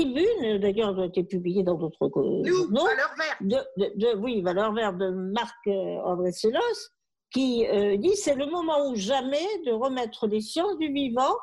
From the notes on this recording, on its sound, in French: Mais en raison du confinement, cet épisode a été enregistré en visioconférence, chacun chez soi.